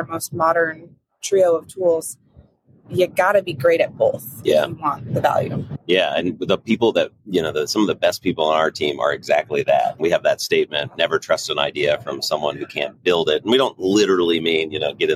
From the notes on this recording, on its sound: Live from Las Vegas. Live from Adobe Summit in Las Vegas.